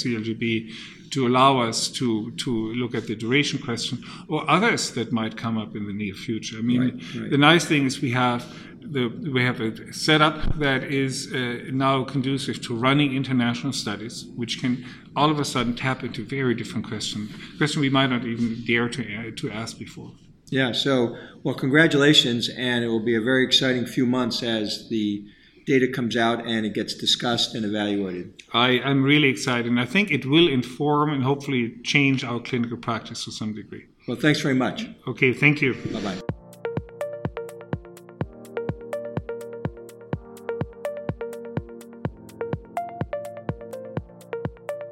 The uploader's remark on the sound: Interview was recorded at the 2017 ASCO Conference in Chicago.